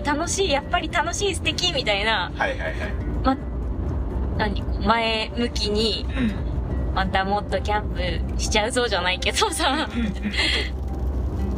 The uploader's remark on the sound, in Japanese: 家族で初キャンプの帰り道に収録したドライブ番外編